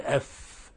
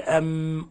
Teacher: يعني مثلا لما تقول ام وتقول اف لاحظ ان المخرج واحد، الا ان الاف تخرج من بطن الشفة والميم تخرج باطباق الشفتين